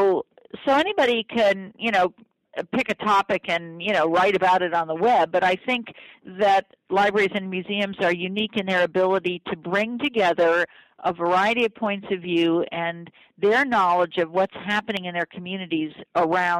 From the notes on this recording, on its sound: got on the phone